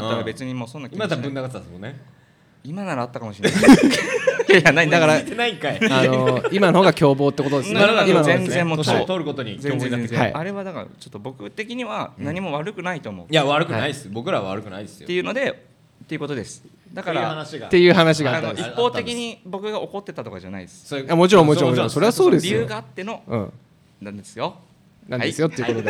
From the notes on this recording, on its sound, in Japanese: 公開収録した内容をお送りします